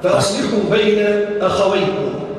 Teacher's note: قرئ بفتح الهمزة والخاء والواو وبعدها ياء ساكنة على أنه مثنى أخ